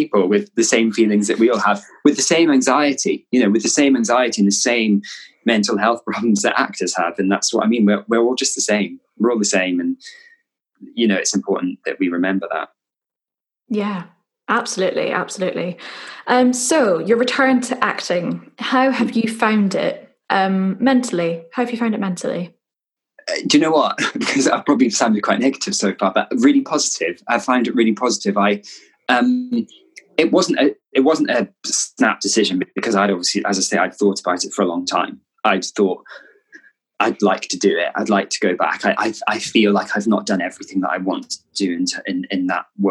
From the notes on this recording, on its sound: This was recorded in early May 2020 over zoom.